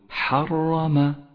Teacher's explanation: تسرفوا رققت لأنها مكسورة ثم بعد ذلك لاحظ كلمة حرم أولا الراء مفخمة ولذلك لونت بالأزرق الغامق فخمت لأنها مفتوحة ولكن احذر عند نطقها من تكريرها أي هكذا حرم فهذا خطأ شائع صوابه أن تقول حرم بعد